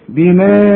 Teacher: بناء برضو مد واجب، المد والهمزة في كلمة واحدة